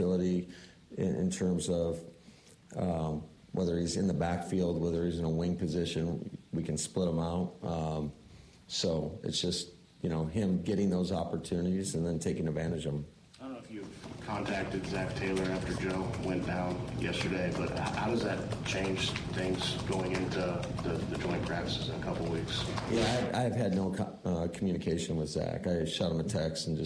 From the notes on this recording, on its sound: Live at Road America, and had a wild and wet (literally) night.